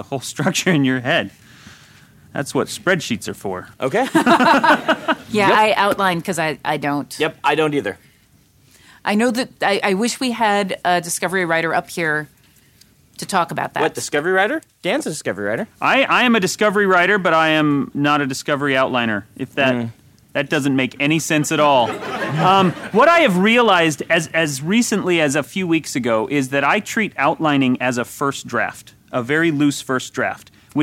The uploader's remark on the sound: Questions from the WXR attendees, who were aboard the Independence of the Seas with us. This episode was engineered aboard The Independence of the Seas.